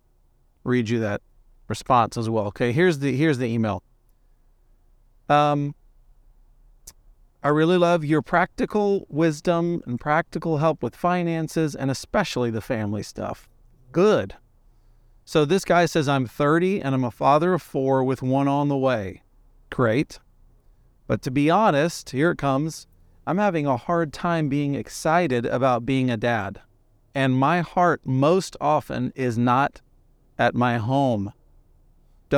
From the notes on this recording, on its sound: Takes his mic on the road (literally). Car ride conversation.